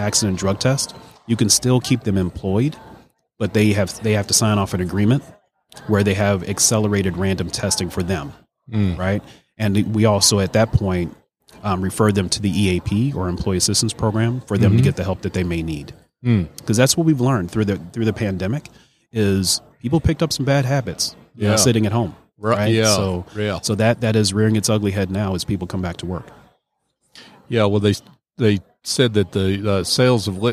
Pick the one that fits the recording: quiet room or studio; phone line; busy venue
busy venue